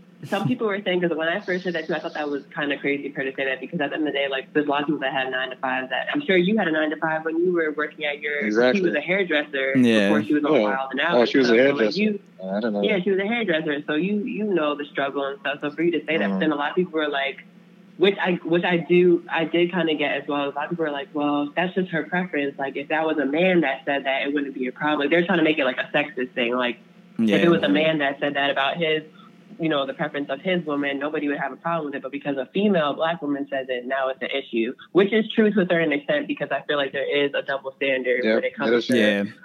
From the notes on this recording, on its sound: on the phone line